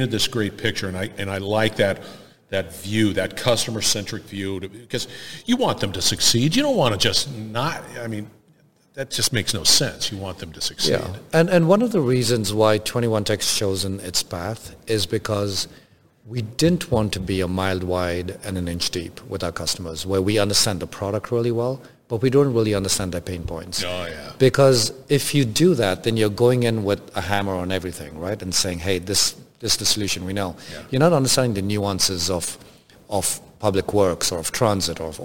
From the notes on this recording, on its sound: Industrial Talk is onsite at Hexagon LIVE